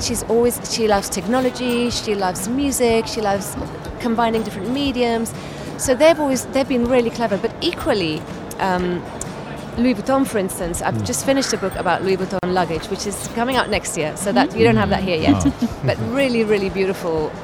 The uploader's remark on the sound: Live From SIBF 2023